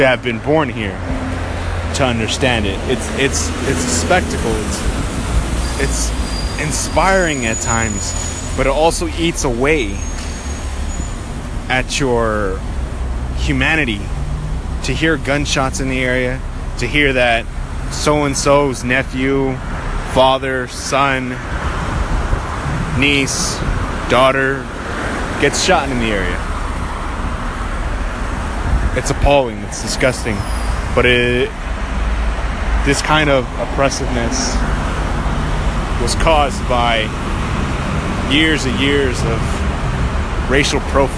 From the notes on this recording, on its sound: Got a little scared recording this by the train station as there were cops running around.